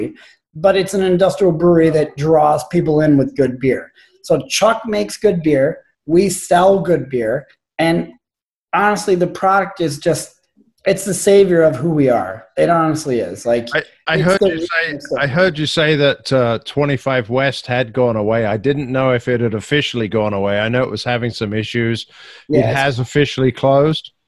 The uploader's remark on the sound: Virtual happy hour Zoom chat. This edition is another video/audio extended edition.